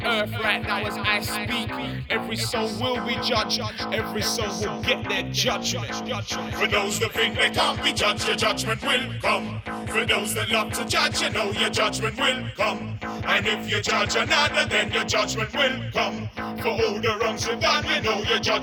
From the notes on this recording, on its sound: Live at Dub Mission. Elbo Room: 647 Valencia Street – San Francisco, CA 94110.